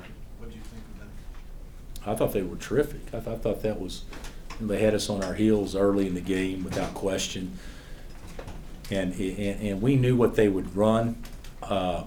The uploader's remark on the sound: Press conference after win over Vermont.